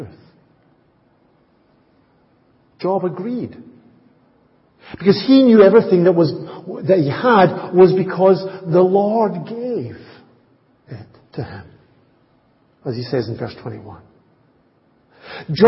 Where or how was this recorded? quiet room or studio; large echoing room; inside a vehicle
large echoing room